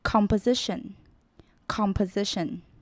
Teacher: S 的音就不会发得那么明显，反而会有点 Z 的音